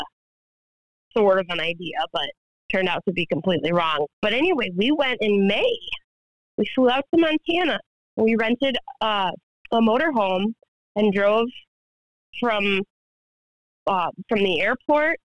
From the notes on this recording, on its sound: Phone interview